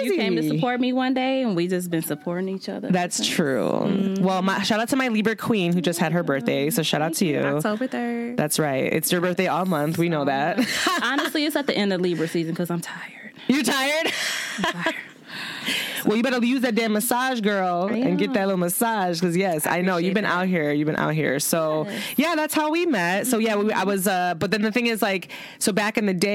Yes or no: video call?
no